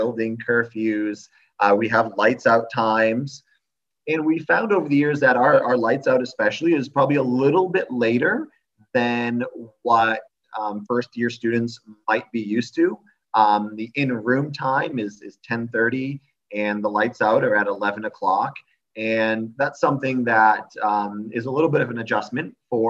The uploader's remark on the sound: Audio excerpts from a recent virtual open house covering various topics of the school.